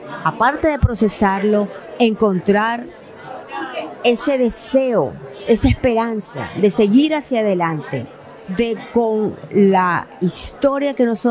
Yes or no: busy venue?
yes